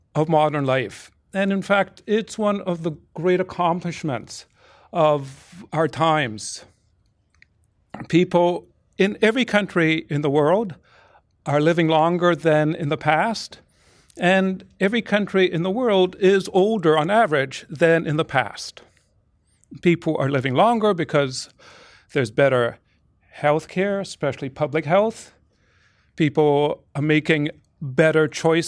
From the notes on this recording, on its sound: Recorded at La Trobe University (City Campus) on 21st March 2018, in an event co-hosted by the John Richards Centre for Rural Ageing Research.